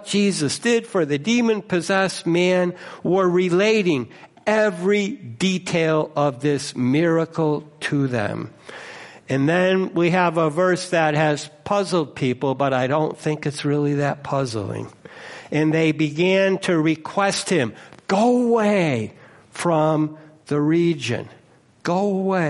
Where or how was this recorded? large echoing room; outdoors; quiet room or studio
large echoing room